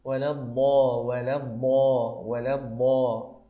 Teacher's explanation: الضاد من الحروف الحافية التي تأتي من إحدى حافتي اللسان مع محاذيها من ما بين إحدى حافتي اللسان وما حذيها من أضراس العليا الأسنان، فحاول أن يعني في أسنان نطقك أن تأتي بإحدى الحافت بأن تركز على إحدى الحافتين في نطق حرف الضاد فتقول ولا الضا ولا الضا ولا الضا.